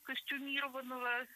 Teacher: Много раз прозвучало слово «костюмированный» с ударением на третьем слоге. И сейчас это верное ударение.